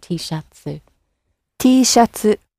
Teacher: the T sound at the end gets lengthened out into a softer vowel sound